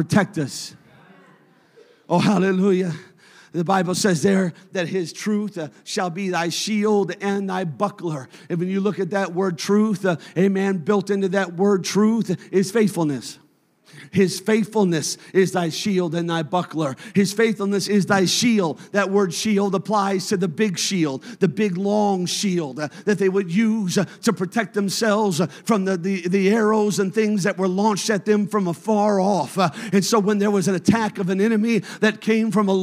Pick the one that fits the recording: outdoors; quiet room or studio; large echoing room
large echoing room